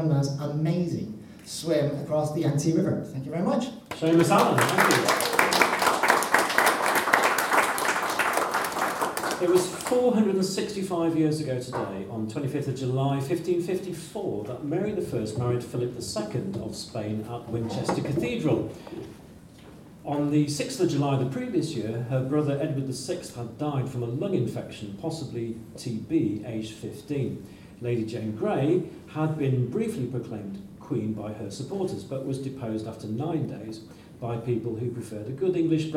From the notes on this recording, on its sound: Recorded in the Three Guineas at Reading Station, as part of The Reading Fringe Festival. NB Due to a technical hiccup the recording ends a couple of minutes before the actual show did.